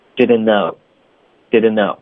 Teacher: 那 didn't 的 n 跟 no 的 n 两个都是 n，所以我们就用一个 n 把它们连起来发出来，那就是 didn'tknow。OK，不要发两个 n， didn'tknow，不要停顿，就连读 didn't know didn'tknow。